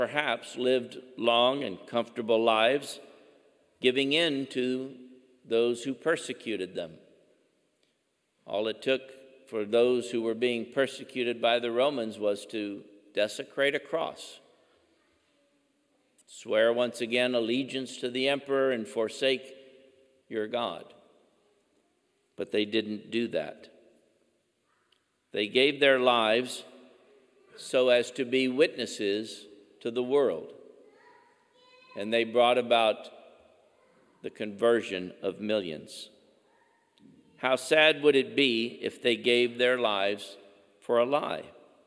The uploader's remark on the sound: Homily at 10 am Mass.